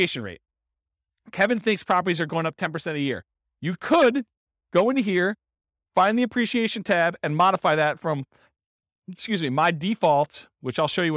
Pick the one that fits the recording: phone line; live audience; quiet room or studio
live audience